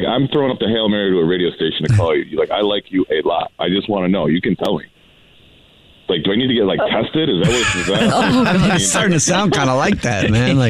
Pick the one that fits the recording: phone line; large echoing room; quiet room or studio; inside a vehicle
phone line